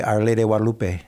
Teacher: they don't pronounce the G; it's a W sound